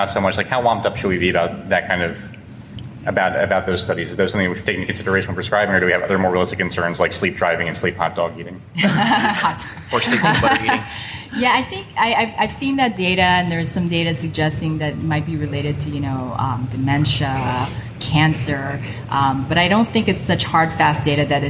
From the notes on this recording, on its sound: LIVE from CHEST 2019. During this live recording at CHEST.